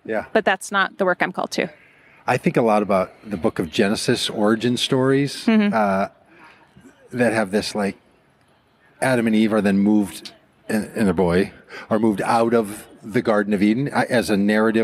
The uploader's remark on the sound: in a conversation at The Wild Goose Festival 2023